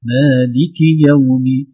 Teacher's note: ليس فيها مد زيادة في الكسرة. كسرة واحدة فقط.